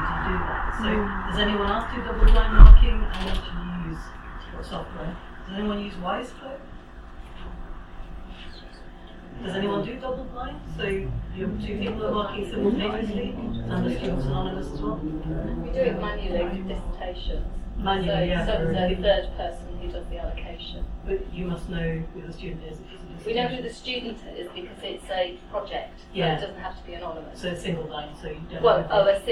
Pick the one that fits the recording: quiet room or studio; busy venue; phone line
busy venue